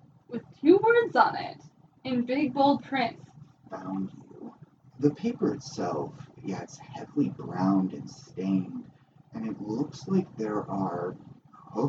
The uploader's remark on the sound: Apologies for the sound quality. We are in the midst of migrating equipment and hope to have better production soon.